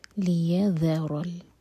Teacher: کان اللہ لیذر المؤمنین، ذال کے لیے ہماری زبان اوپر والے دانتوں کو ٹچ کرے گی اور تھوڑی سی ٹپ باہر ہوگی، یہاں پر ز کا ساؤنڈ نہیں آئے گا. لیذر ال، ذال لائٹ را ہیوی، تو را کو منہ بھر کر پڑھیں گے